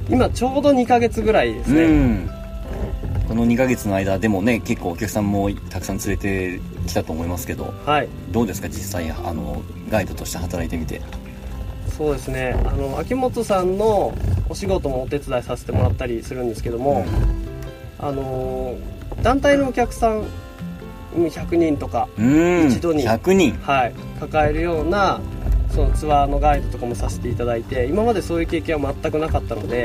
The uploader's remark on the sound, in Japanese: 西湖でカヌーに乗りながらの屋外収録シリーズ